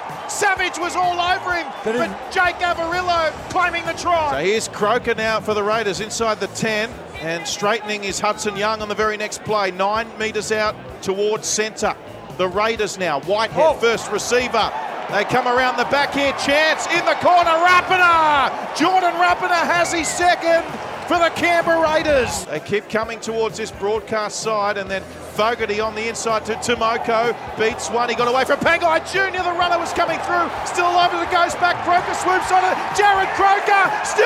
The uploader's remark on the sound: Live from Round 10 of the NRL, from SunCorp stadium in Brisbane for Magic Round